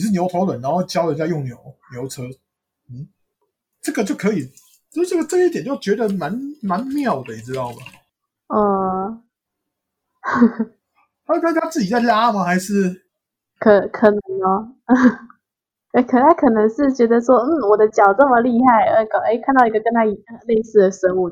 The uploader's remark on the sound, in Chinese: 換麥克風前的最後一集聲音可能還是有點不及格 請大家見諒。我們會持續慢慢改善錄音品質的。